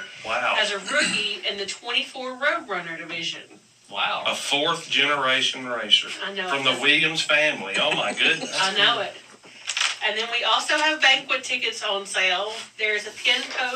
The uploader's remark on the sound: We had some technical difficulties tonight.